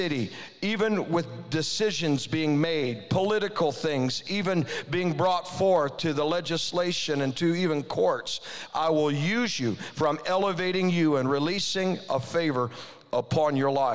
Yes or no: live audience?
yes